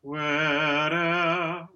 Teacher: The singer, the tenor, can opt for Where'er with this linking R at some points